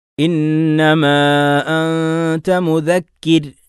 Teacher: അവിടെ റായിനെ തഫ്ഹീമാക്കി അല്ല, അവിടെ തർക്കീഖാണ് നൽകേണ്ടത്. റായിനെ സുക്കൂനാണ് നിർത്തുന്നു, തൊട്ടു മുമ്പുള്ളതിന് കസ്റാണ്.